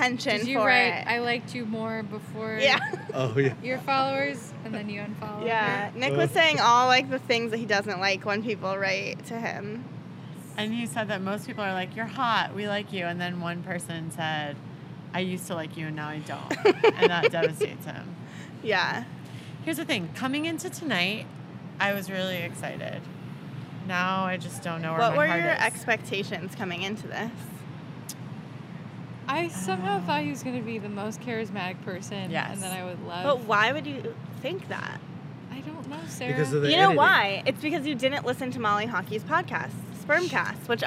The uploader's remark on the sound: a short episode we recorded in the alleyway in front of the Westside Comedy Theater